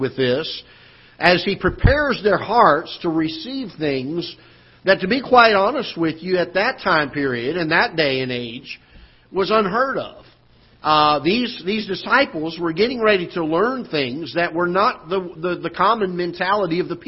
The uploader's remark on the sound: Ketha Heights Baptist Church ~ Live Broadcast.